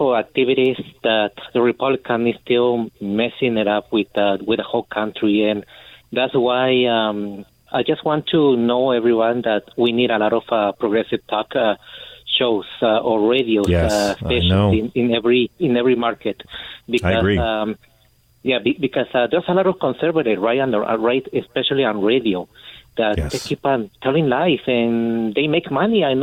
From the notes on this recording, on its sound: takes calls